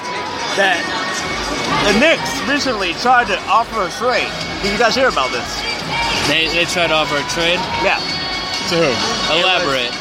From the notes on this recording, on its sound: Live from MSG.